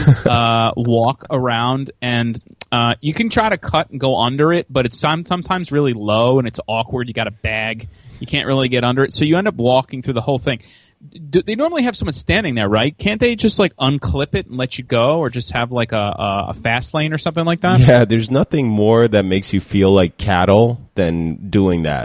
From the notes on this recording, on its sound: Live Interviews from the ISSCR Conference in Sweden 2015. Our broadcast live from the ISSCR 2015 International Conference from Stockholm, Sweden. On the show, we randomly pull attendees aside.